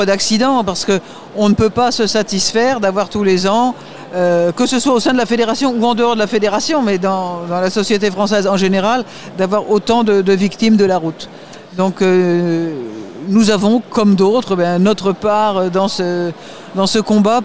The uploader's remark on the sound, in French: En direct du Salon des Maires